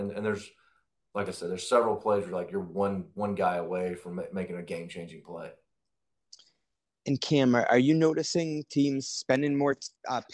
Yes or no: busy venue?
no